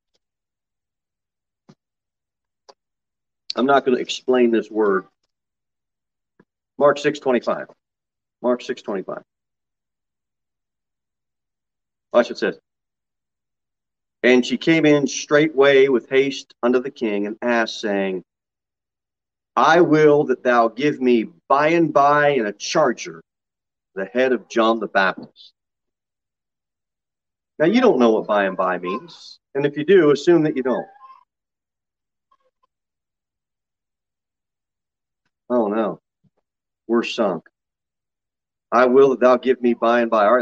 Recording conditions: large echoing room